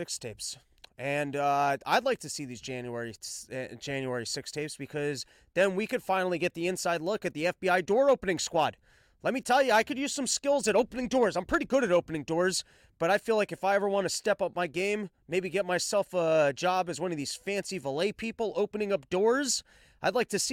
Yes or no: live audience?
no